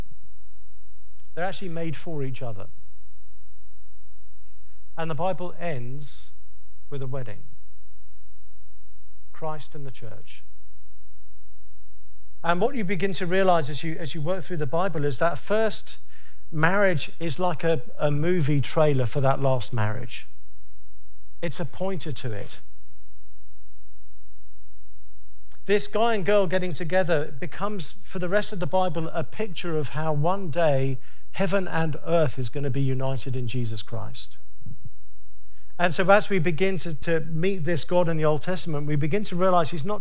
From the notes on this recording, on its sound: Session 1 from the Advance North America Conference at Southlands Church in Brea, CA.